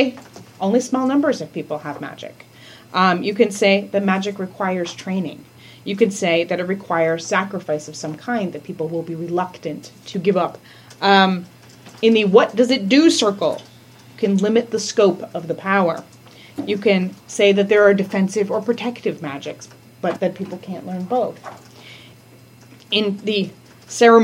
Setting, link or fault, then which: setting, large echoing room